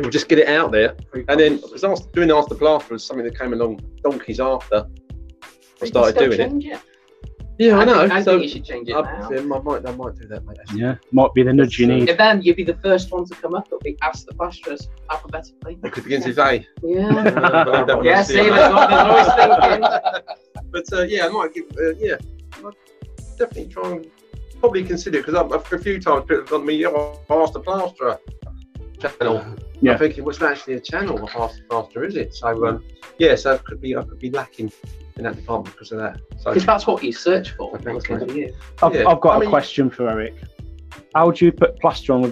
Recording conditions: poor sound quality